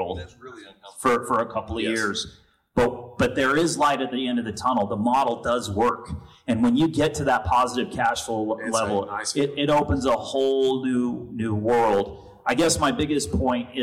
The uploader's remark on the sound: Dealer Panel Q&A Live From NIADA 2022.